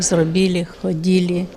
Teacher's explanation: Це збереження м'якого «лі», скажімо, в дієсловах